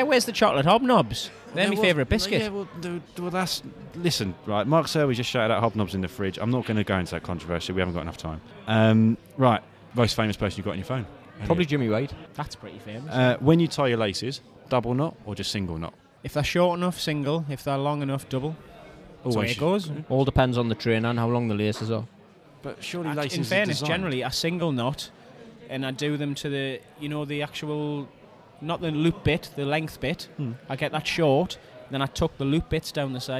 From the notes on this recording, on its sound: Recorded at the Snooker Shoot Out in Watford.